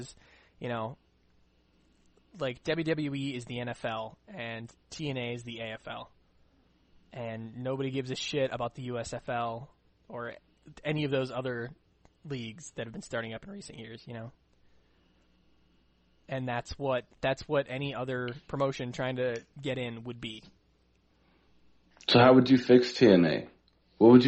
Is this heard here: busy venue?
no